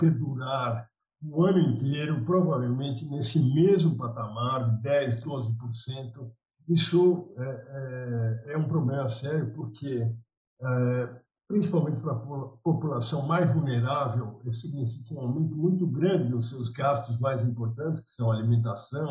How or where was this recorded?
video call